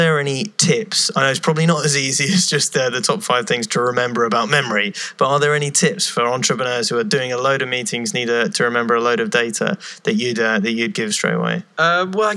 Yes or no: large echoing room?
no